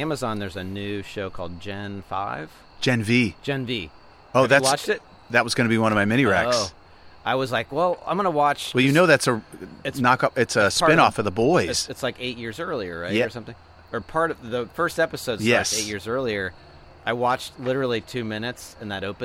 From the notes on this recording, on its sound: we're live from Maestro's patio